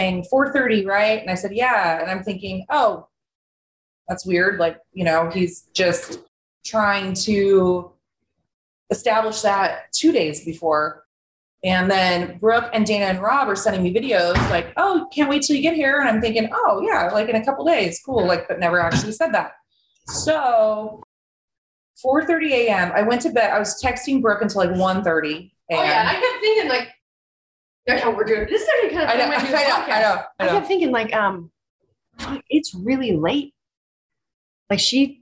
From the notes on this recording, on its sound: Zooming with each other! In the same room!